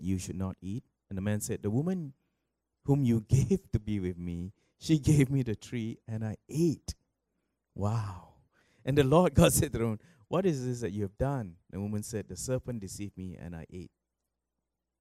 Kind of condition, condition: setting, large echoing room